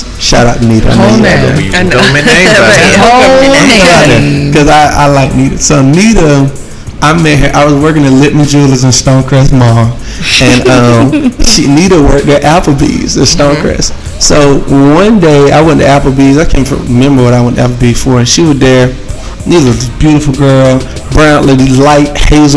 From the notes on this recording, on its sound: Big thanks to Atlanta City Juice Bar ( ) for letting us record. Big thanks to Atlanta City Juice Bar ( ) for letting us record.